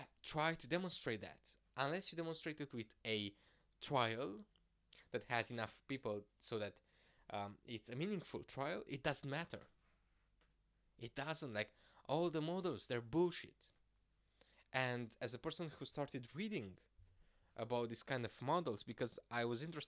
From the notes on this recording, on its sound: the sound is too low despite my actually taking time to record this properly